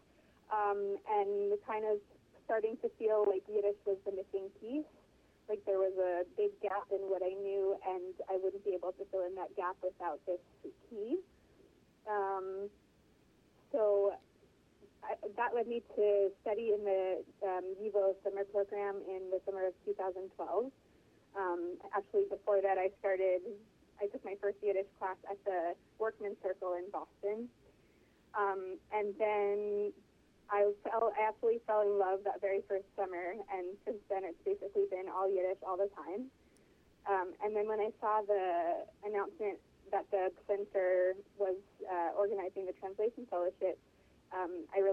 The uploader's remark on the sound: She joins us on the phone from Paris